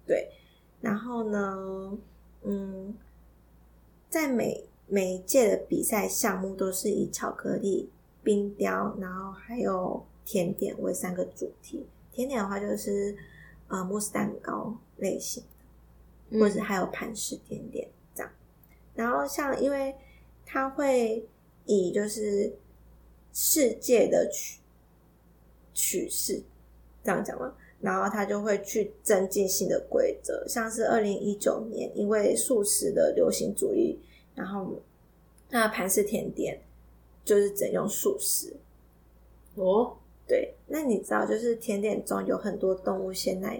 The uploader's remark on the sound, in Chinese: 這集有較多雜音。